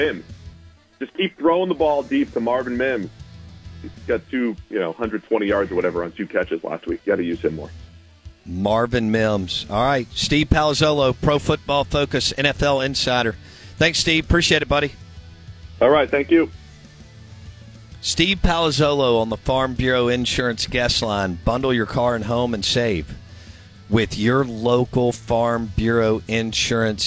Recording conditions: phone line